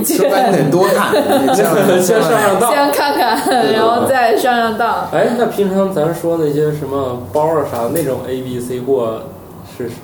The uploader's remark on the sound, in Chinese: 本期节目为在张大妈办公区用录音笔录制，可能有街道上的杂音，请见谅。